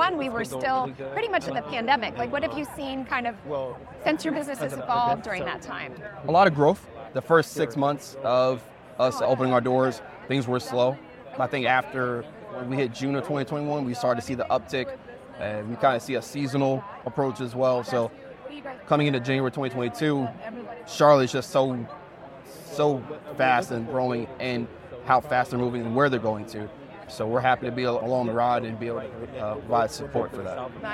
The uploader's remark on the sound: In this episode, recorded LIVE at the Charlotte Area Chamber of Commerce Business Expo 2023, The Charlotte Ledger's team chatted up 8 local businesses for a couple minutes each.